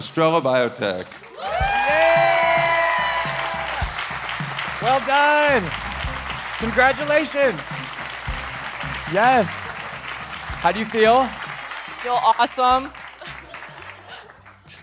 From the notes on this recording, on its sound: The Pitch is live from The Wharton School at the University of Philadelphia. A packed house for a live pitch competition.